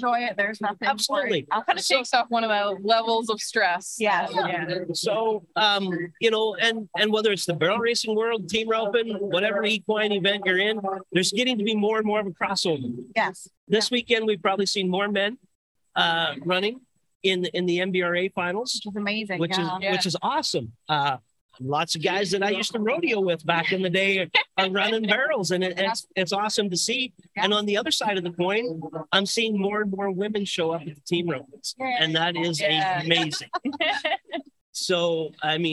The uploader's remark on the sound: at the Manitoba Barrel Racing Finals (Fall 2022)